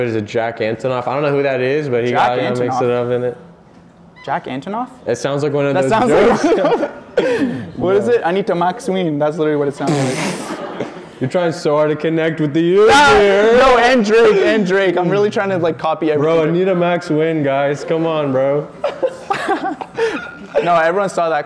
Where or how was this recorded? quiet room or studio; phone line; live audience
live audience